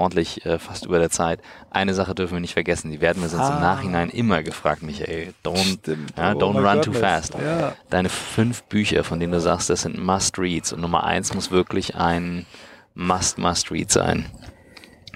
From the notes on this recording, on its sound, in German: Unser erster Podcast, der im Auto aufgenommen wurde - live vom Hamburger Flughafen.